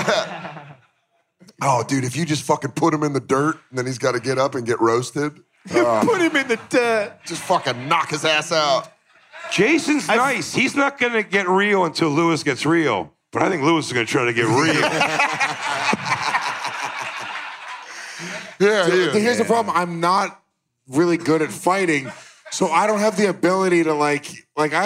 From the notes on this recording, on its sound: live in Houston for a weekend of Ellismania fights at Skankfest